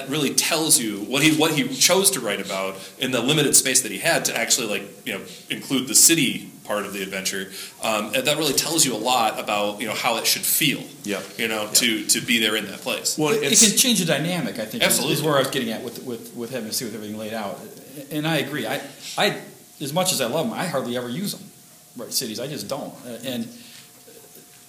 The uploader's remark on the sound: For those unable to attend U-Con 2015, we present the OSR Panel Discussion presented there